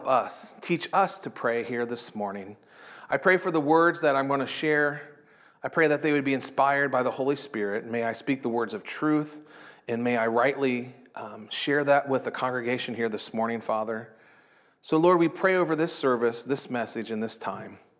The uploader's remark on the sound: This was originally recorded at Palestine Church of Christ.